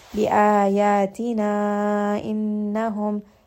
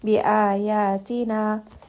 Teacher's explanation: Now, because I have stopped here, I am going to recite this as a two count mud. However, if you are continuing your recitation and combining both of these words, then you would read this as a four count mud. · Shown in: first take